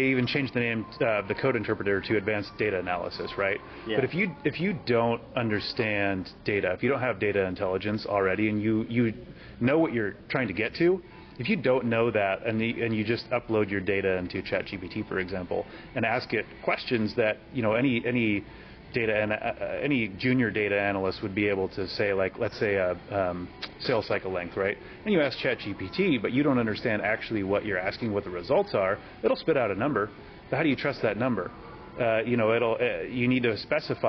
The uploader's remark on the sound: on the sidelines of the HubSpot Inbound conference